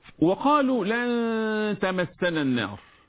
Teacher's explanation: إخفاء النون في حضرة حرف من حروف الإخفاء، ألا هو حرف التاء. هكذا تقرأ، هكذا الإخفاء الحقيقي.